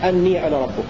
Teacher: قرأ ابن كثير وأبو عمرو فتح الهمزة في أني أنا ربك